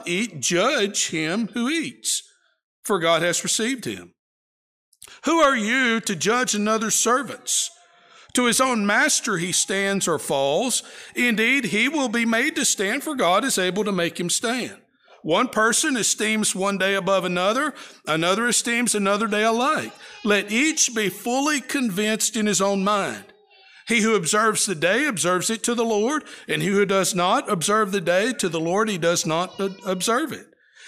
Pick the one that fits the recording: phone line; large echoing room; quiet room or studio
large echoing room